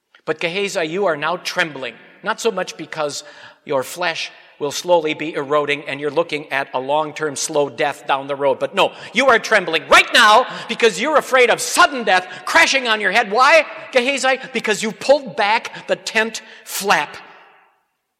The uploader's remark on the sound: Sermon on Hebrews 4 preached at Grace Lutheran Church.